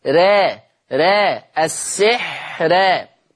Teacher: قرأ ورش بترقيق الراء وصلا في لفظ السحر الآية 102